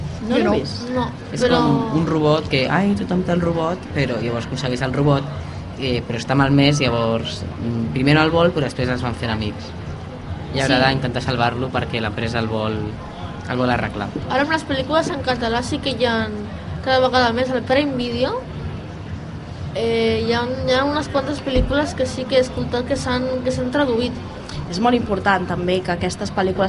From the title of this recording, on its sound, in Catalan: EN DIRECTE desde la Fira de la Candelera